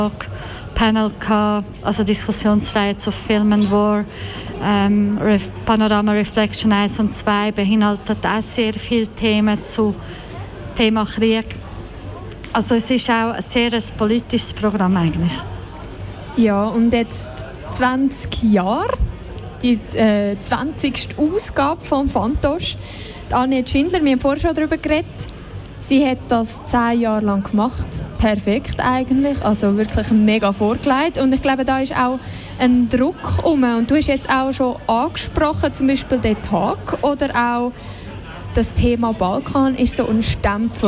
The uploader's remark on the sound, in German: Festivalausgabe live aus dem Merkerareal in Baden.